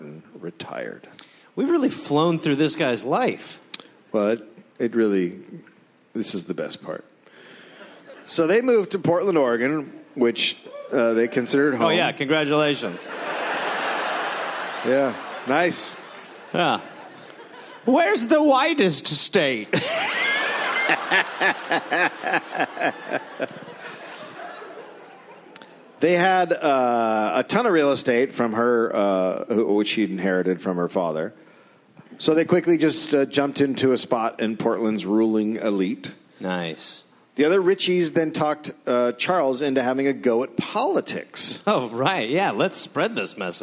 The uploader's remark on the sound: Recorded live in Portland.